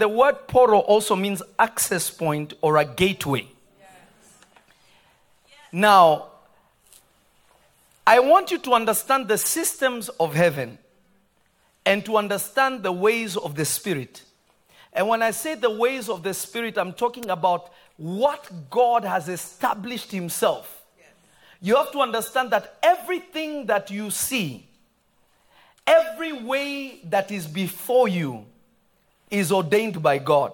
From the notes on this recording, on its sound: This episode was recorded on Jun 15, 2023 at Prophetic Service at Revelation Church in Simi Valley.